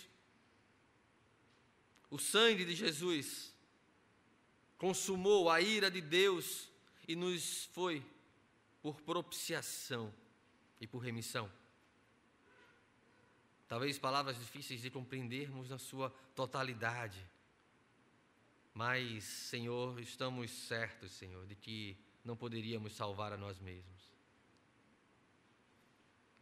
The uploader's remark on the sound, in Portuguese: Culto presencial e transmitido ao vivo no domingo (27/06/2021) à noite (18h), com público limitado a 50%. Conforme decreto do governo do estado de PE devido à Pandemia da COVID-19.